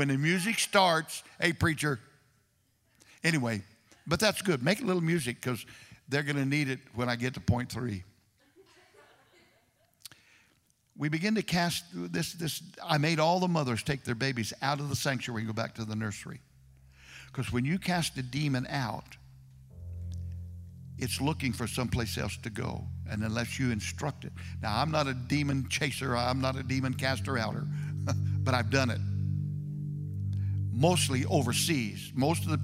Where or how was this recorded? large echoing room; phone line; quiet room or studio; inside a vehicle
large echoing room